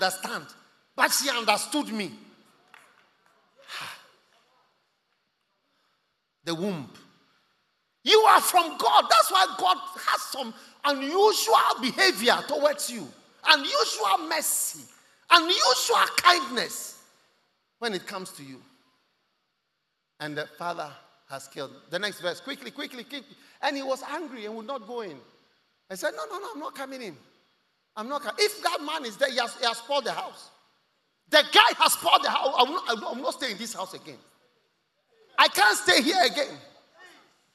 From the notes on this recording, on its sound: Preached at The COME HOME Service held at the First Love Center, Accra